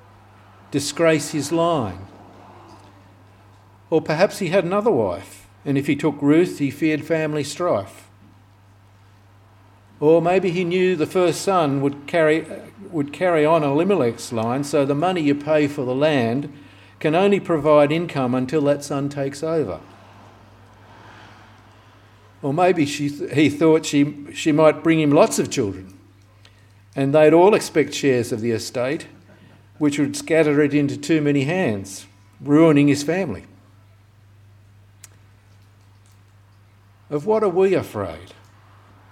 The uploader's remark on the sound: This sermon was preached on the 20th of August 2023 at all services of Helensburgh and Stanwell Park Anglican Church.